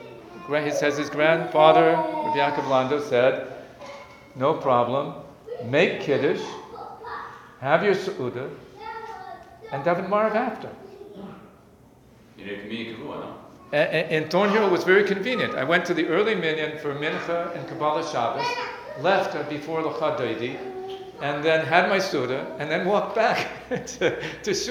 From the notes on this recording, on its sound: Sunday Kolel Lecture. Recorded live at The Torah Center ATL.